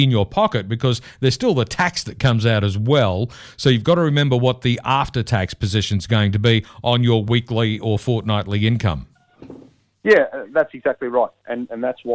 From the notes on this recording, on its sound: via the telephone, given the covid precautions in Canberra.